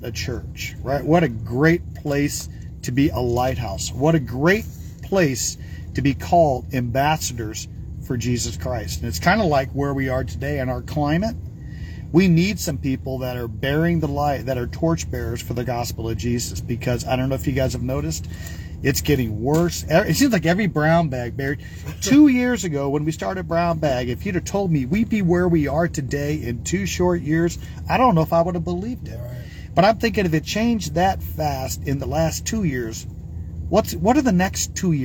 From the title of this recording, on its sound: Brown Bag In The Van